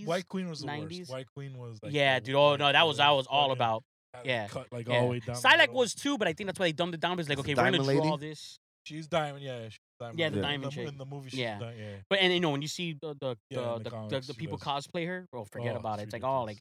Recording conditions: inside a vehicle